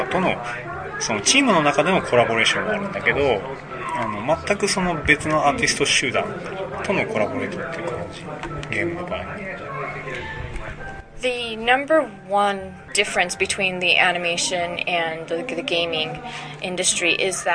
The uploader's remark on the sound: conducted at Otakon 2006